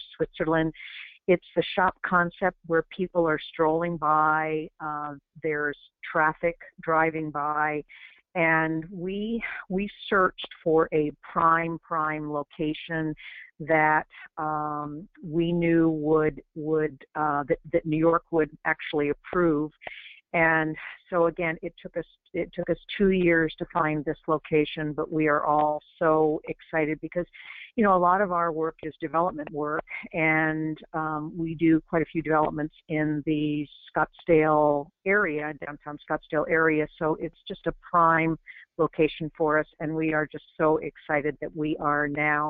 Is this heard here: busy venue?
no